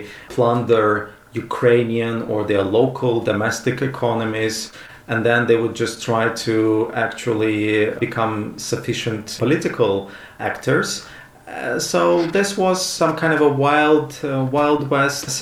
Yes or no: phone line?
no